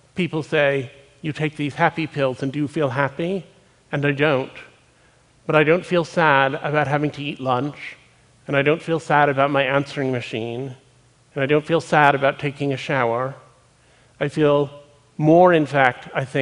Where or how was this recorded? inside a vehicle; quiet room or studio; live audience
live audience